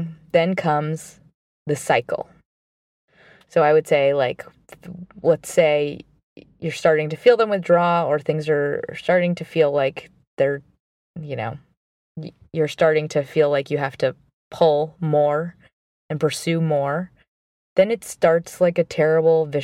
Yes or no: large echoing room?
no